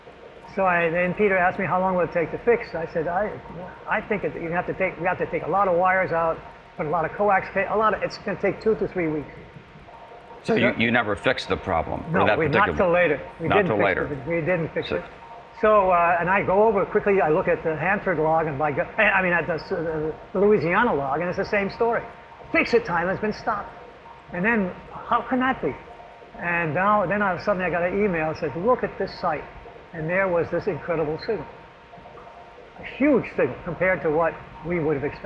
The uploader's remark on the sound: In this podcast, recorded in the rather noisy high bay workshop at MIT.